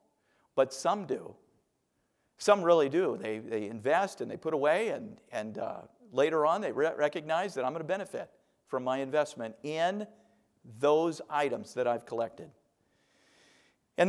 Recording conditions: large echoing room